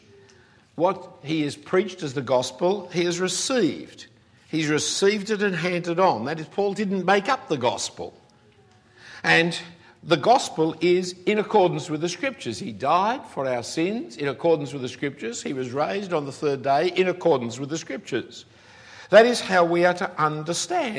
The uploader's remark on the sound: given at a weekend conference for the United Christian Church of Dubai in 2014